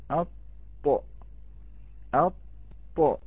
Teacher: فالطاء بكمال الالتصاق في موضعه، الط الط التصاق كامل، الط يرتفع في مؤخرته ويكون شكله شكل لسان مقعر، الط في الوسط وسط اللسان ينزل، وفي مؤخرته مرتفع، وفي مقدمته مرتفع، والجزء الذي يلي رأس اللسان يلتصق مع ما يحاذيه من الحنك الأعلى.